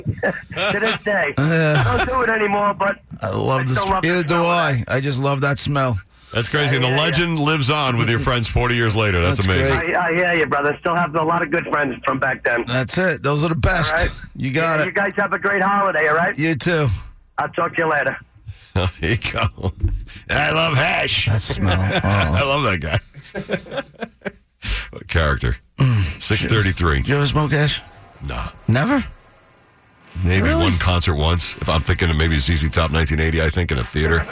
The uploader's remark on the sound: Long Islanders to call in and share their own experiences